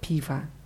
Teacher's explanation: Bei Piva ist die Betonung auf i, deswegen hört man diese Endung o nicht so richtig raus